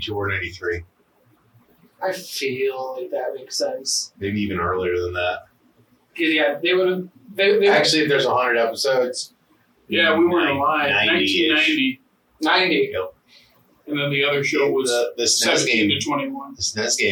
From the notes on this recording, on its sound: OUR AUDIO WAS CORRUPTED!